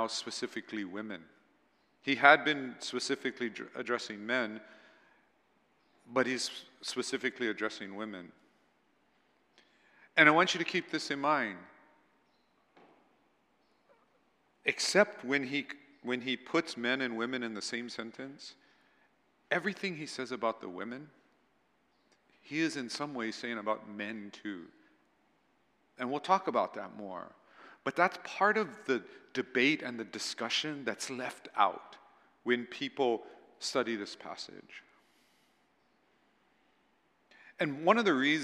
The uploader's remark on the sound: at Waialae Baptist Church